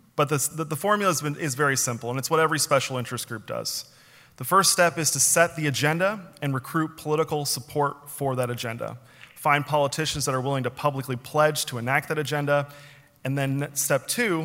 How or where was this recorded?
live audience